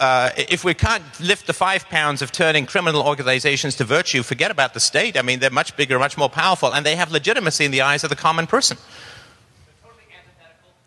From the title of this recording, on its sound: speaks at the Texas Bitcoin Conference